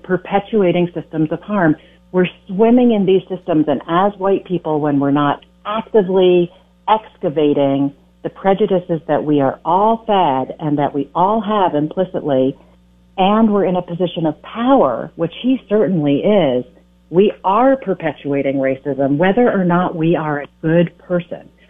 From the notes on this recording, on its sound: calls